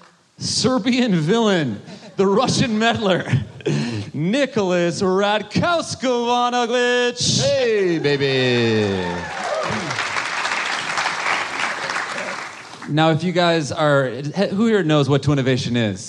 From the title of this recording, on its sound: Live at JFL